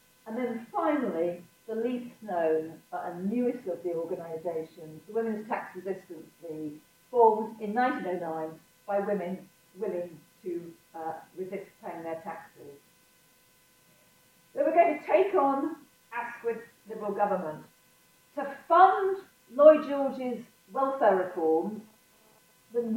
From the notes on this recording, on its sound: We apologise for the poor sound quality of this live recording. This talk was part of The National Archives' Diversity Week.